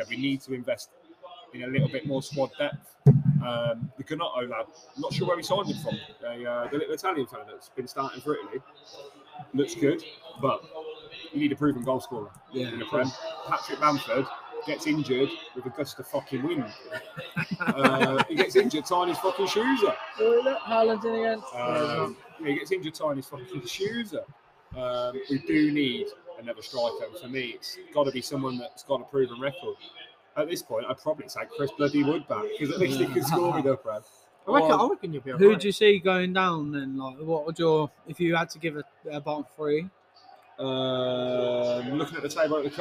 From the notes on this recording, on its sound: Record live from Jimmys Sports Bar. From Boughton.